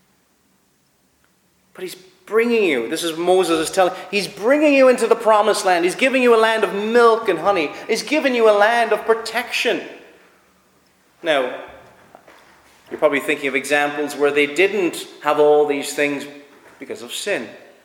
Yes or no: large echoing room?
yes